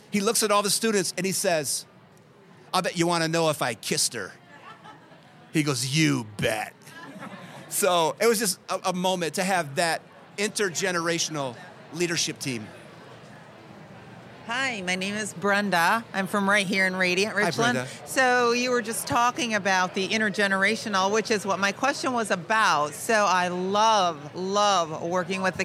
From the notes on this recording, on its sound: Podcast Q & A With A Live Audience In Michigan. Here are many questions from a live audience in Michigan.